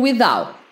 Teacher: raramente vocês vão falar esse T do final do without. Vai sair mais um without, tá?